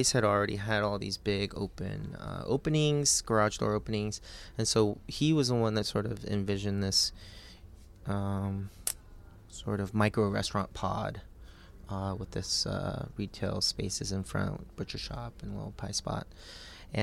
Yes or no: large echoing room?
no